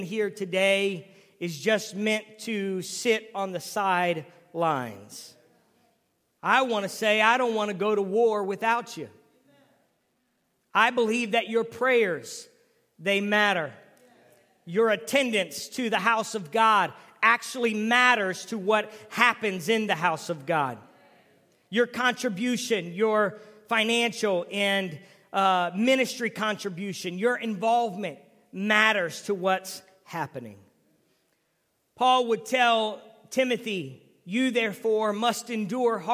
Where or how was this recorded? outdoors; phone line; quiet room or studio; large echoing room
large echoing room